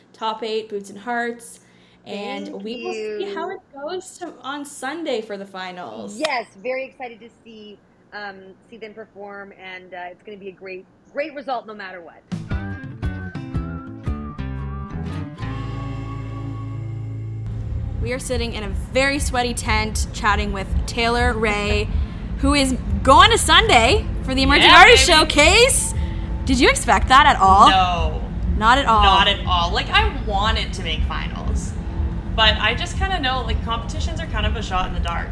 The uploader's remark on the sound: We thought it would be fun and different to record an episode from the festival. We recorded this backstage at the festival, so you can hear some background noise, so you'll have to listen a little hard for some of the chats.